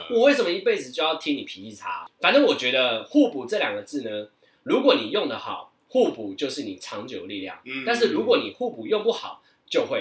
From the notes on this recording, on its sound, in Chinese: 本集於配備升級之前錄製的, 聲音上需要大家的體諒